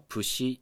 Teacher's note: H の音が規則的に北琉球の奄美大島方言では P の音に変わってるんですね